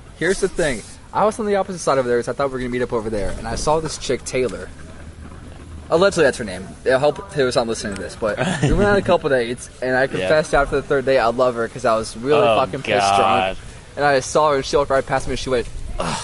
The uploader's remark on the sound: Recorded on CWU campus outside the SURC, sorry for the banging on the table